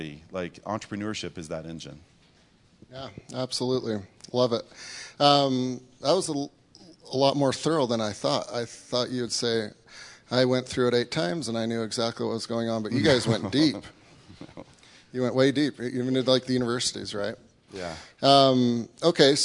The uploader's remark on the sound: Audience Q&A